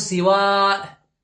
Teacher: ومنهم من يكسر سينها ويمد فيقول سواء